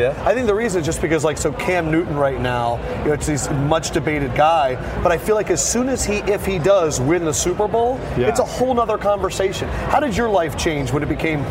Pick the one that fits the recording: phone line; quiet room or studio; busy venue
busy venue